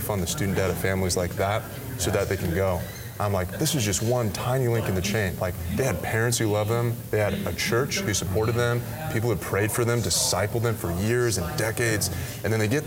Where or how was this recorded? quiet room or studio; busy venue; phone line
busy venue